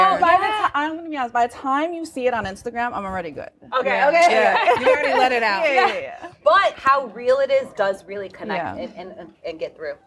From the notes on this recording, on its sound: Coming to you live from the Perez Art Museum Miami during #MiamiArtWeek. For a mini episode in front of a live episode.